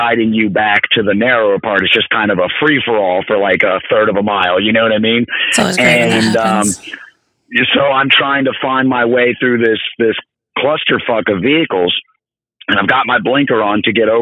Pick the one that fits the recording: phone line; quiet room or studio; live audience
phone line